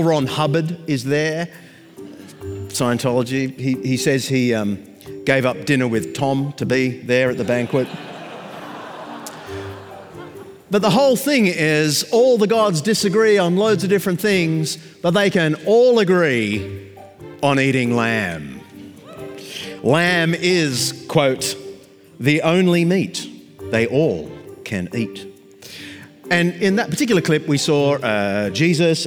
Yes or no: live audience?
yes